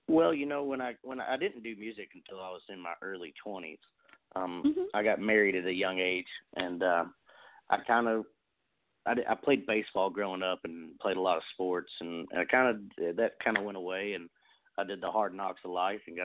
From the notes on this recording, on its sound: We celebrate with call in guests